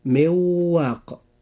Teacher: النون الساكنة جاءت في حرف من، والواو جاءت في كلمة واق، فهنا وقع بعد النون الساكنة حرف الواو، وهو من حروف الإدغام بغنة، فنقول مواق.